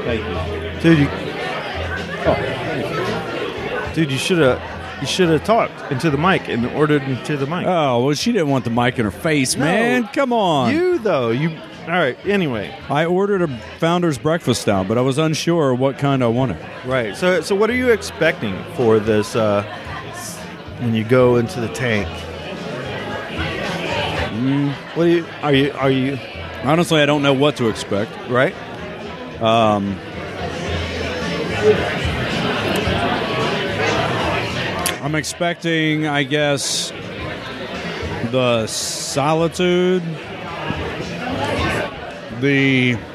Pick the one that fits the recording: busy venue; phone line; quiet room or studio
busy venue